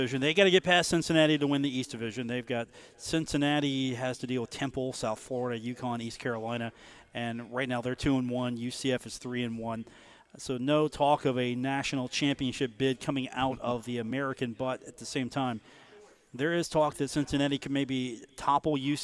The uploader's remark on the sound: Live from The Union Pub and Grill.